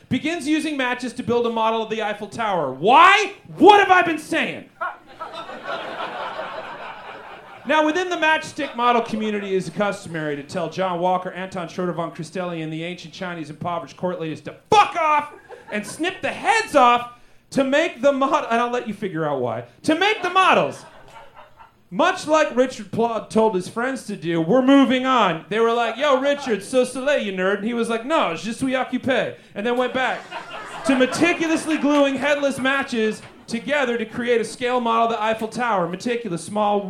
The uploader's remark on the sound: Recorded LIVE at Chicago’s Historic Green Mill Lounge on February 10th 2024 for The Paper Machete